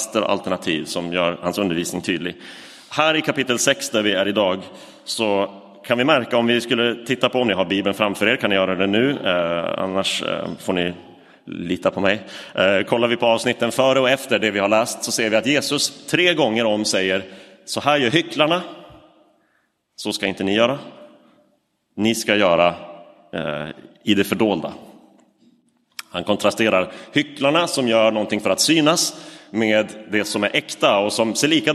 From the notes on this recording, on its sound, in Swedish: Inspelad i Roseniuskyrkan den 12 november 2023.